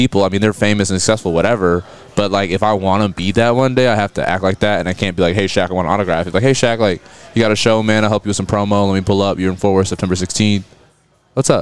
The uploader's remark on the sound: At Tulips in Fort Worth. A long overdue recording with one of Fort Worth's heaviest hitters in our city's music scene.